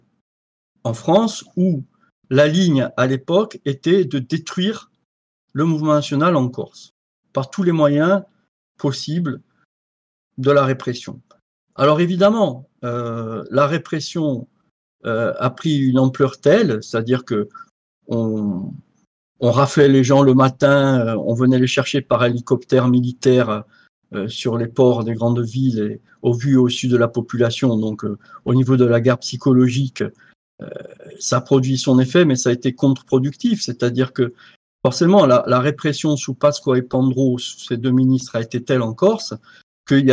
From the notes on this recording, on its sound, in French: Captation de Visioconférence